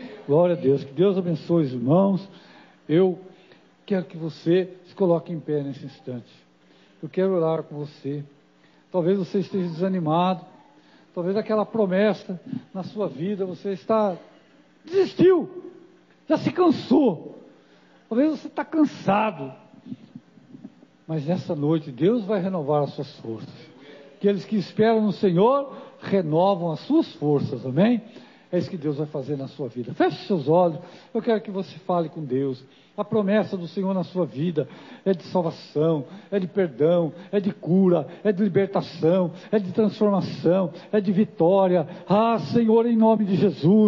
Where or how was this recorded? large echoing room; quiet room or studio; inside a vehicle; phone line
large echoing room